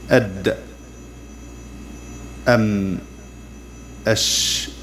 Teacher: ويلاحظ أن الشدة وضدها متعلقان بالصوت، امتداد صوت الحرف: أد أم أش. لاحظ الفرق وجريان الصوت بين ثلاثة أحرف: شديد ومتوسط ورخو